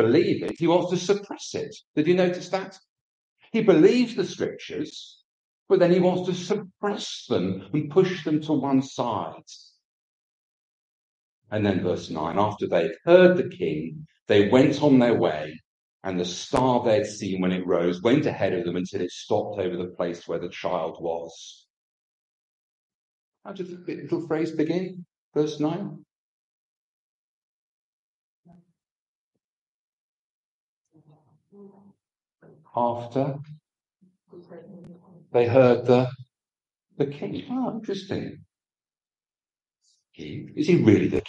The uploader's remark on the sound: This service came from our Church Centre so the sound quality is not as good as normal.